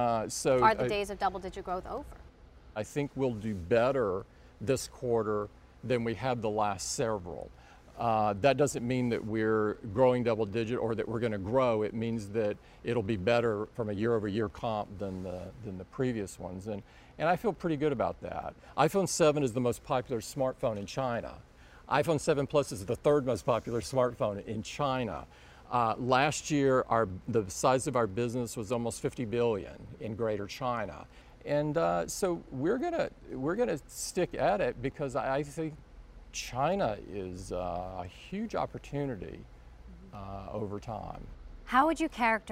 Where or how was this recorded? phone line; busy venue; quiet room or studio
busy venue